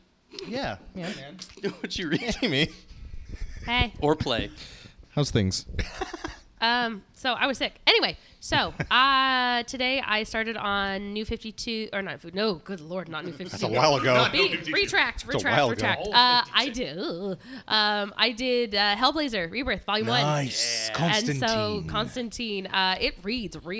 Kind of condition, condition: setting, busy venue